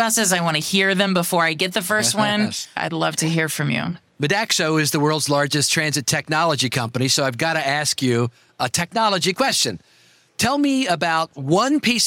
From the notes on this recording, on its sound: This week, we give you Part 2 of our special CEO roundtable recorded live at APTA TRANSform Conference and EXPO.